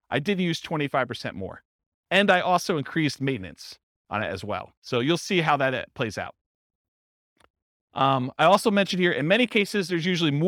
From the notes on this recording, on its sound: This was a live class recorded